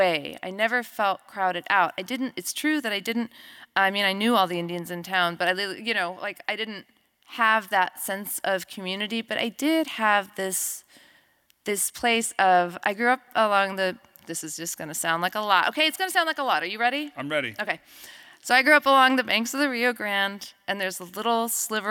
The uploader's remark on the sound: Here at Literary Arts, our role is to bring the featured author to town for a talk in front of a live audience.